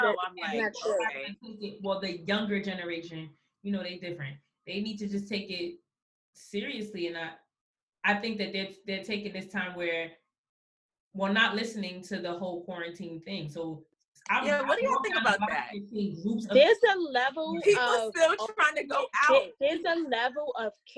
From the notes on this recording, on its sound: Quarantine Edition. Please forgive us for the sound it was our first time using zoom to record!!!